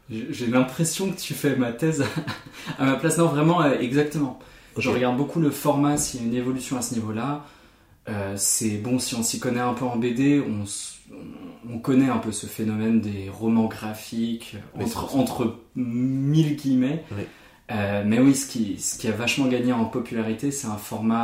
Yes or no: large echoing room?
no